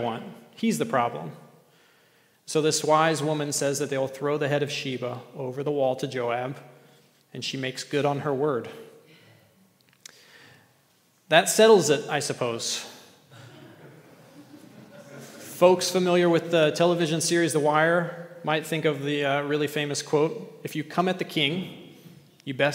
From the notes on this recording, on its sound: At The Table worship gathering on Sunday, October 15th, 2023.